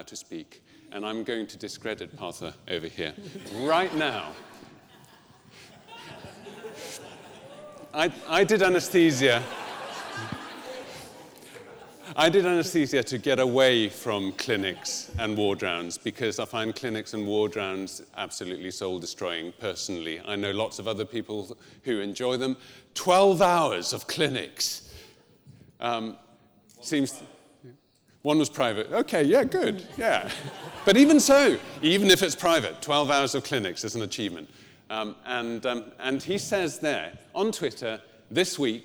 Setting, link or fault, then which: setting, live audience